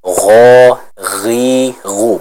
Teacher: kalau huruf ghoin itu dibaca dengan suara yang agak pecah. Contoh, gho, ri, ru, bergetar suaranya, pecah.